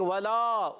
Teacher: لا یسمن، حرکات کو بغیر کھینچے ادا کریں گے، ولا، واو زبر، واو کو نہیں کھینچنا، واو پر زبر ہے، لام الف زبر لا، الف مدہ ایک کھینچنا ہے.